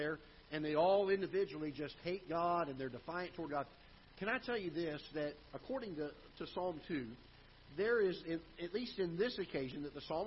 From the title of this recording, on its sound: Ketha Heights Baptist Church ~ Live Broadcast